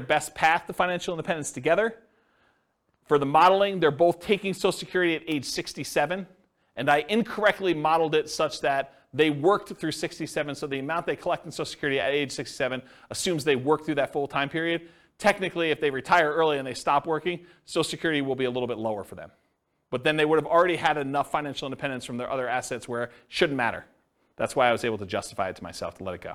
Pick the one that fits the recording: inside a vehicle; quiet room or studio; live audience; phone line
live audience